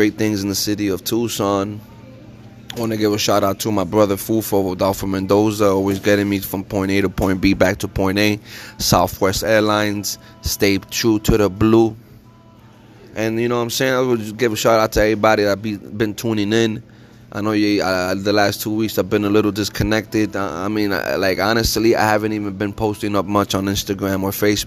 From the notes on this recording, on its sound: Live from Tucson international airport